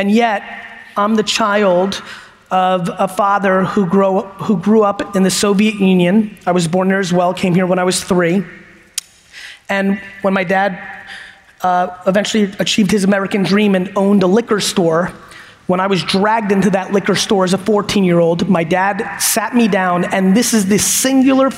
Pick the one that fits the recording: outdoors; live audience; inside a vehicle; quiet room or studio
live audience